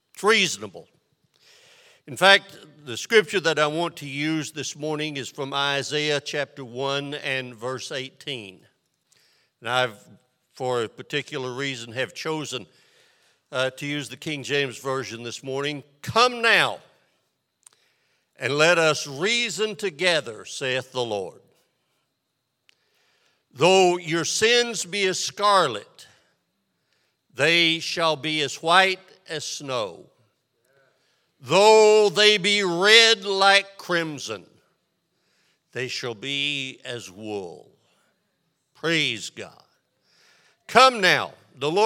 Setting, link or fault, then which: setting, large echoing room